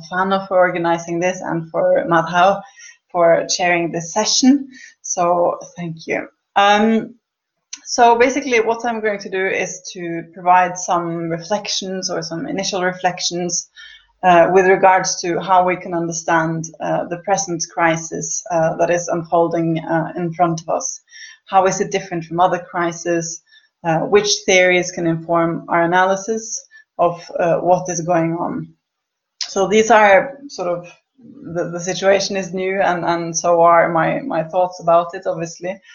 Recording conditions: video call